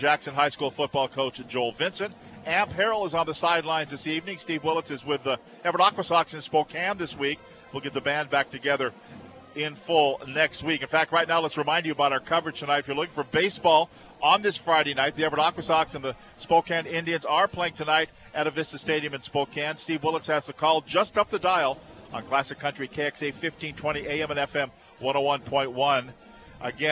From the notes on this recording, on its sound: live from Veterans Memorial Stadium in Snohomish